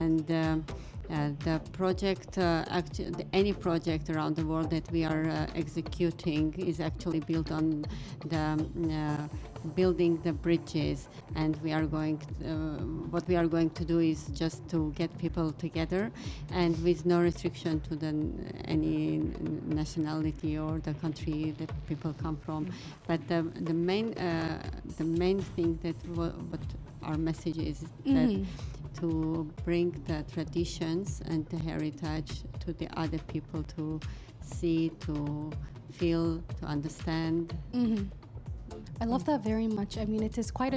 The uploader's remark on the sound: Live from SHD 2023